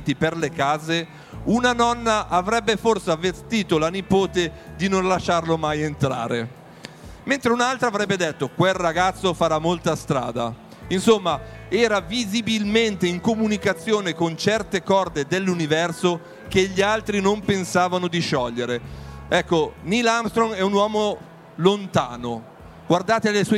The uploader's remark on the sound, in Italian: Realizza un episodio speciale dal vivo dal Salone Internazionale del Libro di Torino 2019, in collaborazione con la Compagnia di San Paolo.